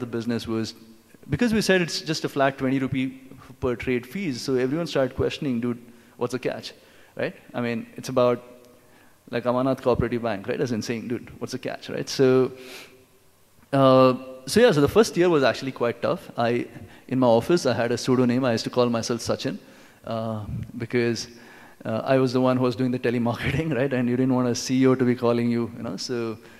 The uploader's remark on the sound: This talk was recorded at UnPluggd 2017 edition - NextBigWhat's marquee annual tech conference.